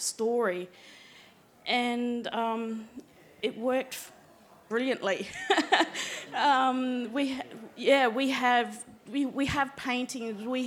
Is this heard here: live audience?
yes